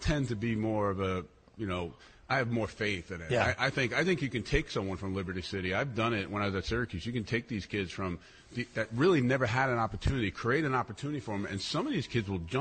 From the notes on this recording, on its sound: live from Oheka Castle